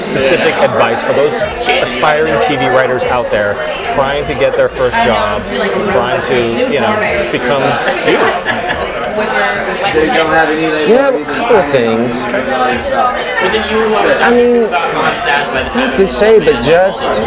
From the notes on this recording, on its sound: This episode was recorded live at The Velvet Lounge.